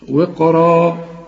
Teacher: والراء ما دام مفتوحة تبقى اعلى درجات التفخيم لان بعدها الف